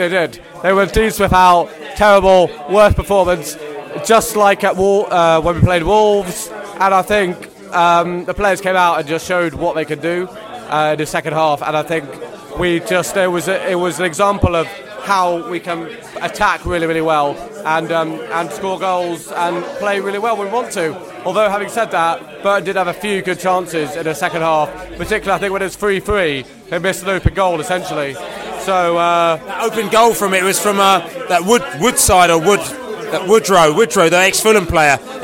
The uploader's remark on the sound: post-match podcast from the pub